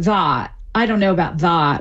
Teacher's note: saying the vowel a, like in that, more backed. So that.